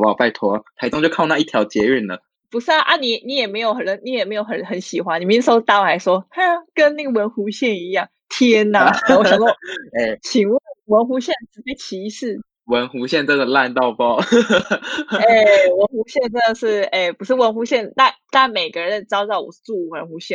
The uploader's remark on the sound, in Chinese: 這集是線上錄音，音質可能沒有這麼好